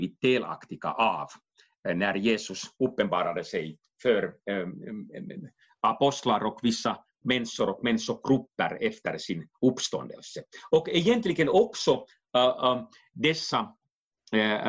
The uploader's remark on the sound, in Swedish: Avsnittet är inspelat via länk och ljudkvaliteten därför en aning ojämn.